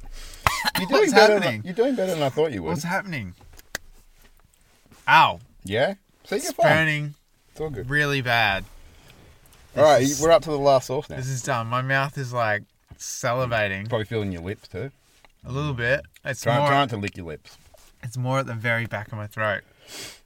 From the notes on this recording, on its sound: we recorded this episode in the car studio